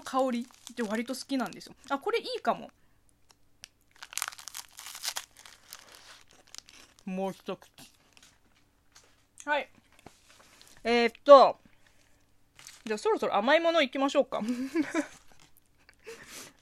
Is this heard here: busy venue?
no